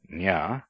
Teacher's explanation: is a palatal nasal, like the NY in canyon